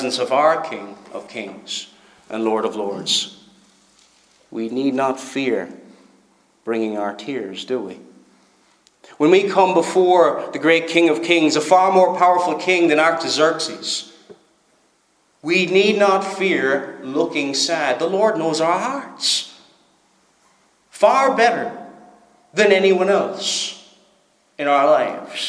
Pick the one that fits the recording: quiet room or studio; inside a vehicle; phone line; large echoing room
large echoing room